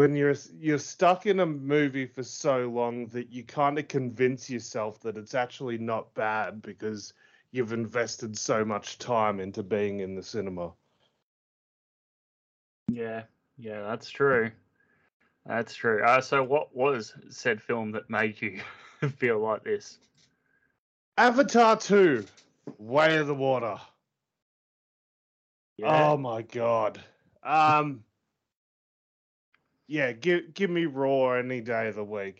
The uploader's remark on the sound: Apologies for the horrible audio quality